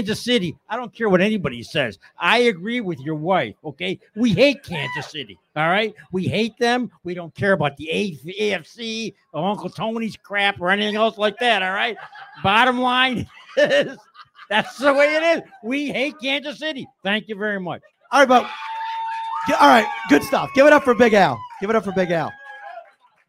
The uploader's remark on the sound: Live tonight from Wingnutz Bar & Grill at 1402 Millersport Hwy. In Amherst.